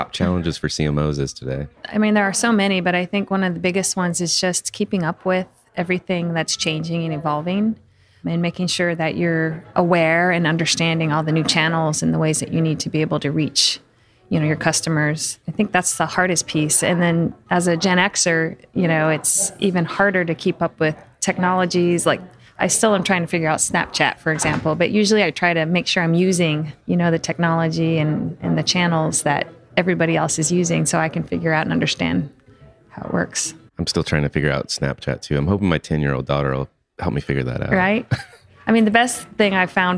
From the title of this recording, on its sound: Marketing Today at The CMO Club’s 2018 Spring Innovation & Inspiration Summit